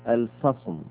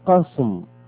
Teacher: والفاء في الفصم حرف رخو لكن القاف حرف شديد